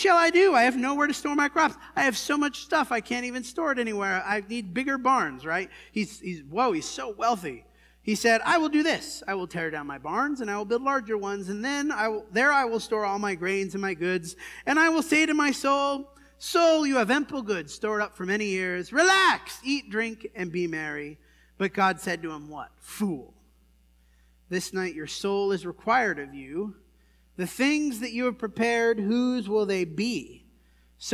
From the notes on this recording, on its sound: This sermon was preached at the Dewey Church